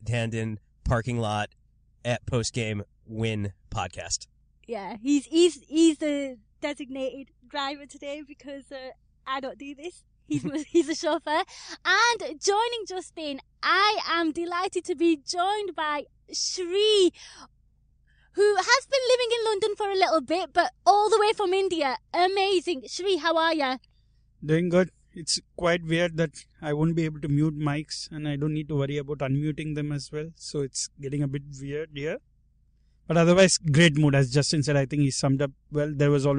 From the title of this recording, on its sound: Car Pod!